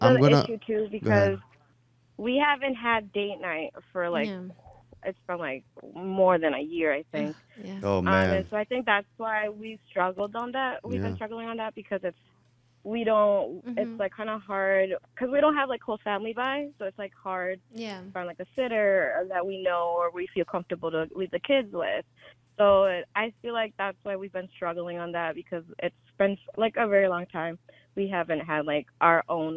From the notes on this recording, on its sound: take live callers